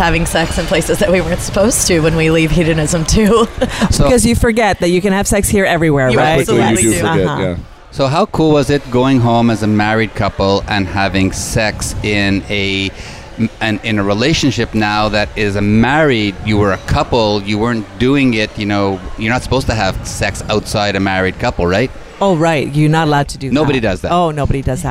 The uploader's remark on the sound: on location at Hedonism II Resort in Jamaica during Young Swingers Week